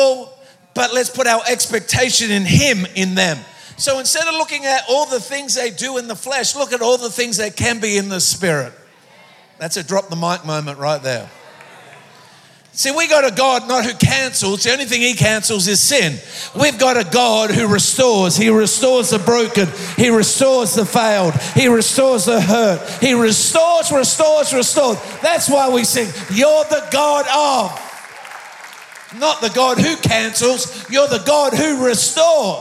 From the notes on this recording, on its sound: Recorded live at Planetshakers Church (Melbourne) on Sunday 10th of September 2023.